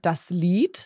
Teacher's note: So just like a very long E